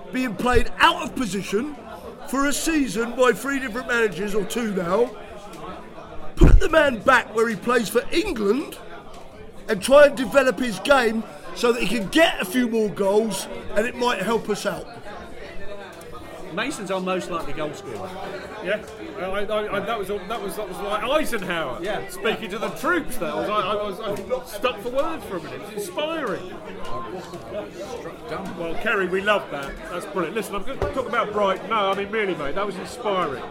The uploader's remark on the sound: a special FanCast live from the Chelsea Pensioner